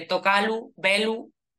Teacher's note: También hay asimilaciones de la secuencia RL en el infinitivo, en clítico